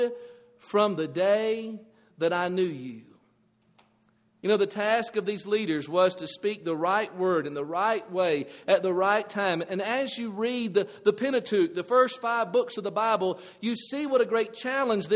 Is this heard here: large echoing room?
yes